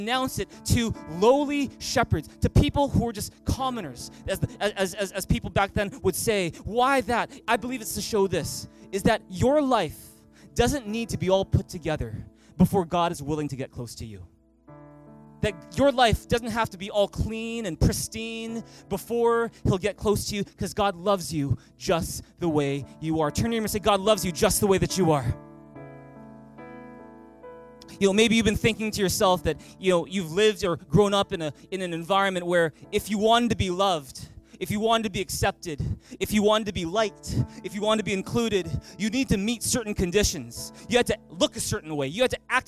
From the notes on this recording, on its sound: Christmas at Thrive. Recorded on December 23, 2018 at THRIVE Church Vancouver, Canada.